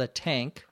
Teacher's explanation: the tongue is not in between the teeth, it's up on the top of your mouth